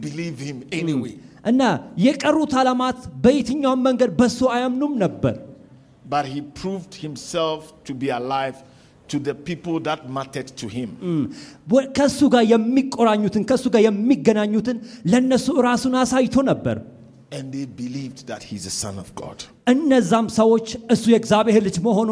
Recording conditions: large echoing room